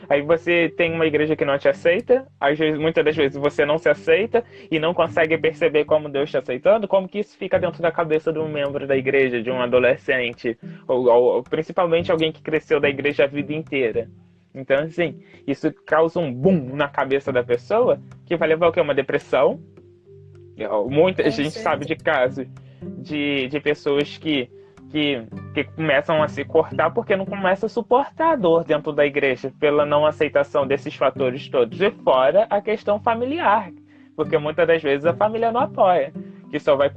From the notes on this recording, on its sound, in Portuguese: gravado em 21 de fevereiro, ao vivo, no instagram.